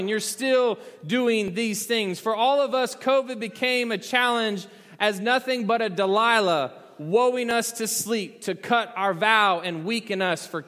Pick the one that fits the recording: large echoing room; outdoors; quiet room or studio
large echoing room